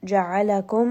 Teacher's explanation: Wahuwa alladhi, this is a two count med. Ja'alakum, ayn going to be from the middle of the throat